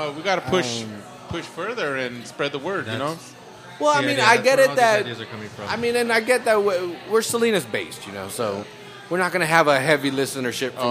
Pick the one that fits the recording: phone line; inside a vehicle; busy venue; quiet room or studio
busy venue